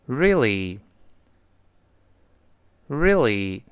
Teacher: 们听到的时候，那个 really，那个呃就几乎没有了，就是 reallyreally，第一个 r，r 勾回来，第二个 li 舌尖往前指